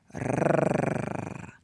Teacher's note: Da ist ein gerolltes R, das benutzt man in der Sprache normalerweise nicht, beim Singen immer